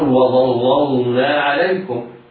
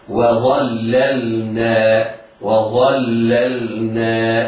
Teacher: اللام المشددة واللام الساكنة حكمهما الترقيق · Shown in: second take · لا يجوز تقويمهما بحال من الأحوال.